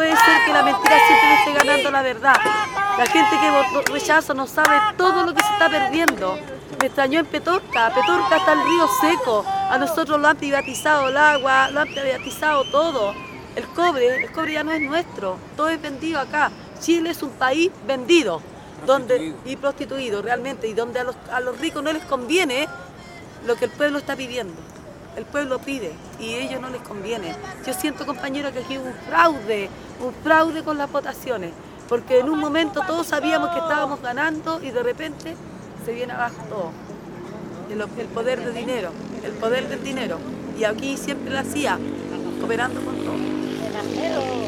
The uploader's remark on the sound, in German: Este son las entrevistas originales que grabamos el día 5 de septiembre 2022, el día después del rechazo de la propuesta por una nueva constitución, en la plaza dignidad en Santiago de Chile. Originalaufnahmen der Stimmen von der Plaza Dignidad in Santiago de Chile.